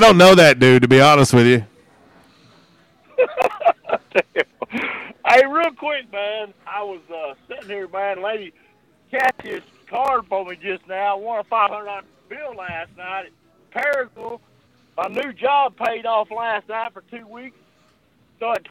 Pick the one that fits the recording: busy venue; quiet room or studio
busy venue